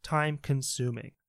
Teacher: So you see time and sum, the second syllable, and consuming, time consuming. Time and sum have the stress